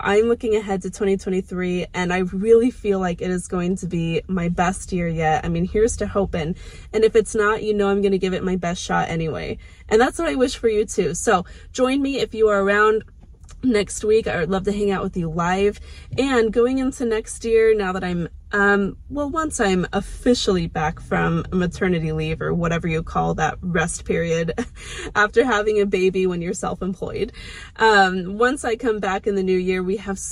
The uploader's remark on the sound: Hi from my car! Obviously the car is parked and turned off in this video.